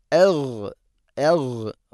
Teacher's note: ഗൈന് തൊണ്ടയുടെ മുകൾ ഭാഗമാണ് മഖ്റജ്